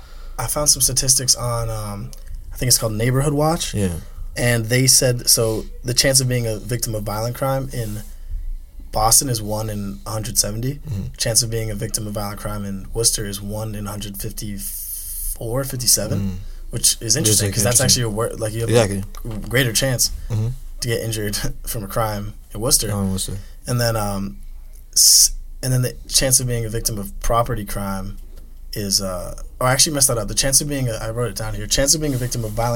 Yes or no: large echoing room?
no